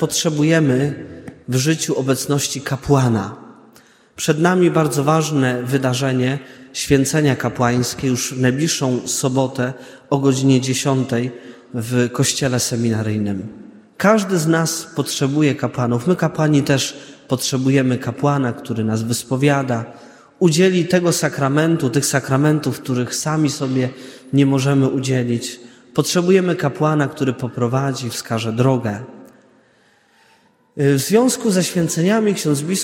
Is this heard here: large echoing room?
yes